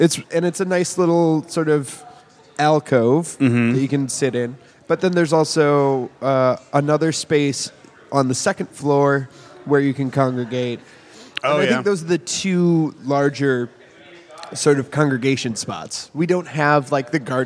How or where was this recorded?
busy venue